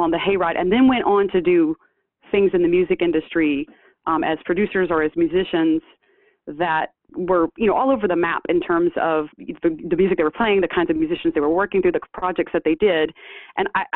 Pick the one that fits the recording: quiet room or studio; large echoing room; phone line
phone line